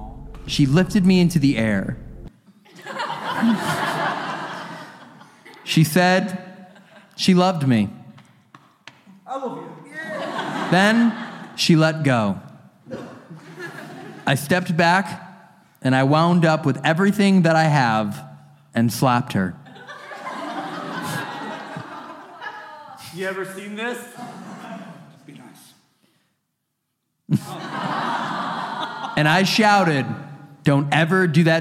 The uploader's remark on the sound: This episode was filmed in front of a live audience at the haunted Galleries of Justice in Nottingham, UK on October 22, 2022.